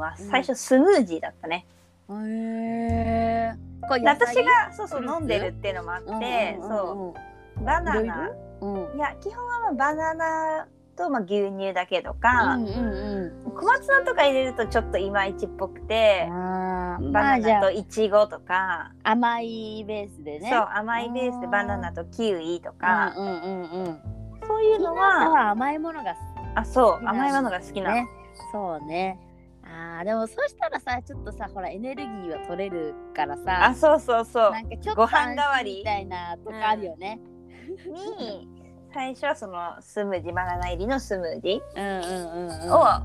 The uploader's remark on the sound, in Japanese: このラジオはリモートで収録しています。電波が悪い場合、会話がズレることがあります。聞きづらいかと思いますがご了承ください。